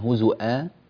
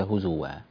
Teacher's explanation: اجعل الكلمة مهموزة، لا تقلب هذه الهمزة إلى واو · Shown in: first take